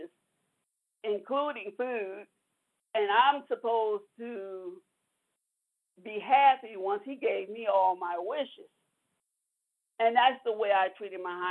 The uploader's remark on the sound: from the 100 Pounders Phone Meeting, 2/13/23